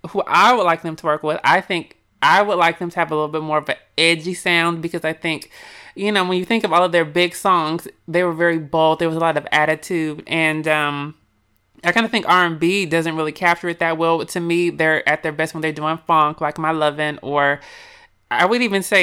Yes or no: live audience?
no